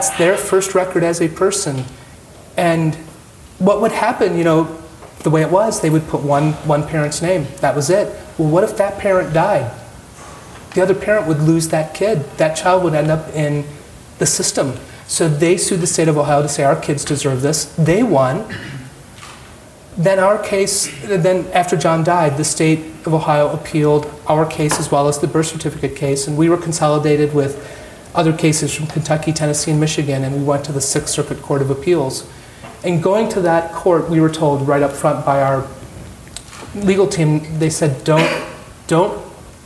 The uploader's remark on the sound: During an IVY Ideas Night in Washington DC